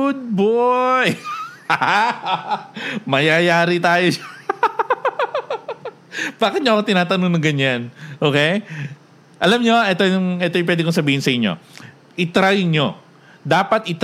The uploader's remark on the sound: We read comments and ask questions from our live audience.